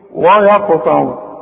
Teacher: الواو ترقق دائما الياء ترقق دائما القاف هي المفخمه مع الطاء مفخمة برضه